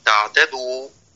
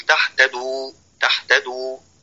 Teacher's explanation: لولا الجهر الذي في العين، وبعض الشدة لكانت حاء · Shown in: first take · لأن احنا قلنا عين ليها صفة البينية بين الشدة والرخاوة، تمام، وهذا ليس للحاء.